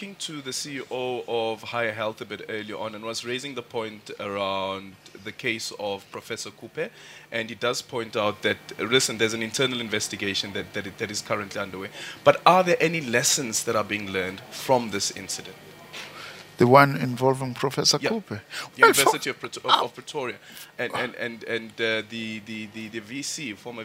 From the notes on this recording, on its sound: Live broadcast from Birchwood Hotel in Boksburg where Minister for Higher Education, Science and Innovation is hosting the inaugural Transforming MENtalities Summit.